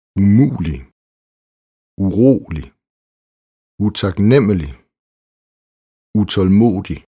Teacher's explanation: I ord med forstavelsen u er forstavelsen ofte ubetonet på dansk, mens den er betonet på svensk.